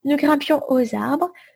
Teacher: You should have heard maybe the liaison aux arbres, indicating there's an X.